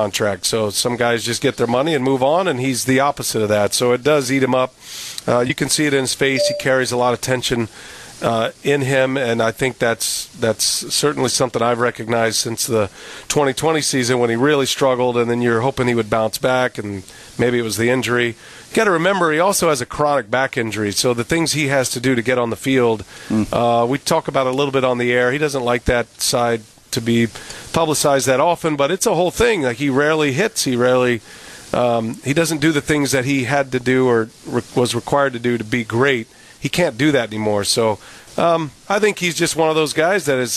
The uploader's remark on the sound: Live from American Family Field ahead of the Brewers-Dodgers series finale.